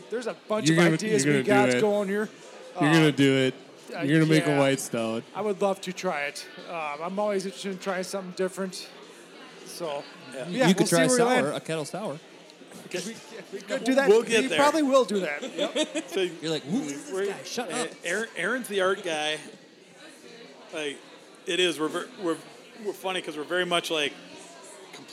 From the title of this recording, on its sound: Live At Sleepy Eye Brewing